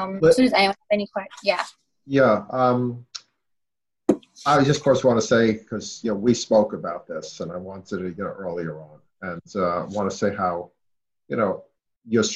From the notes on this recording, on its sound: In this Roxboro House Roundtable, sponsored by Thomas Jefferson University's Arlen Specter Center. A zoom roundtable.